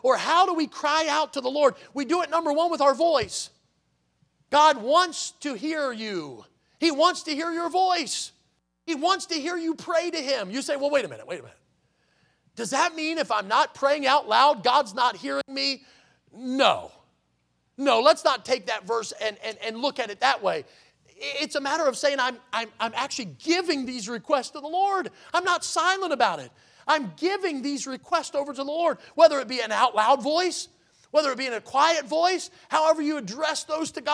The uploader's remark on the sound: in the Sunday Morning Service on July 30, 2023, at Victory Baptist Church in Boonsboro, Maryland